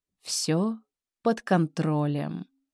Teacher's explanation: Замедление темпа плюс понижение тона плюс мягкий тембр · Term: Фраза на понижении